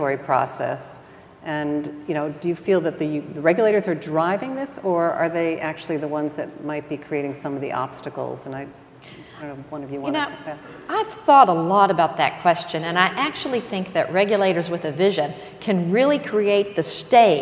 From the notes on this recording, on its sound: The best of live interviews from GreenBiz events.